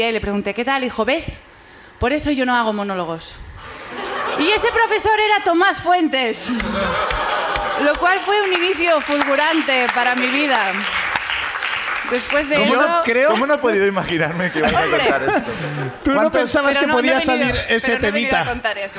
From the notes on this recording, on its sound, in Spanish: El público también sube a contarnos